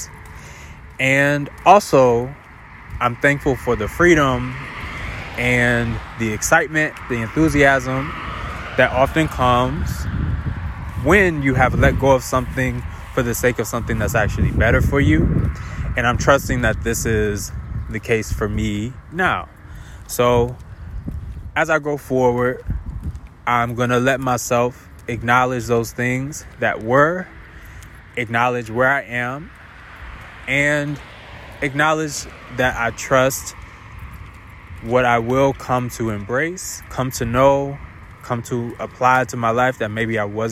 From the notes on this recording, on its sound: Today I decided to walk and talk